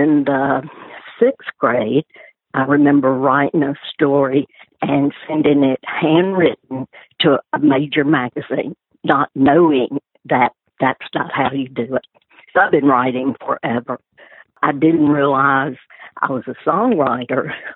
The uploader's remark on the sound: She joined me by phone for this very interesting, personal in-depth look.